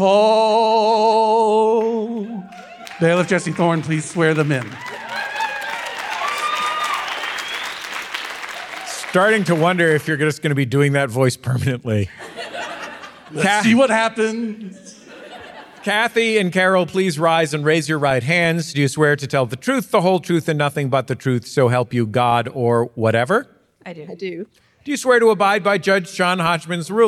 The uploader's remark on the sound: Live From Lexington. LIVE at the Lexington Opera House!